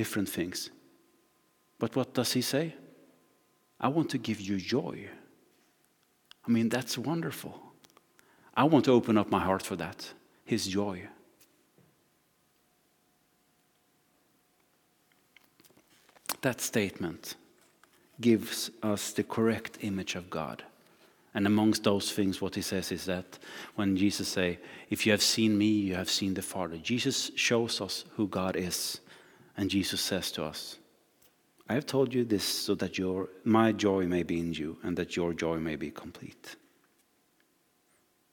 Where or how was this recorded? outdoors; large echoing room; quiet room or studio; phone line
large echoing room